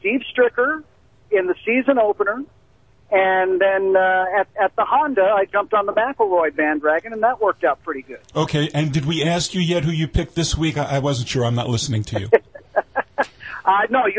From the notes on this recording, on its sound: phones in from Augusta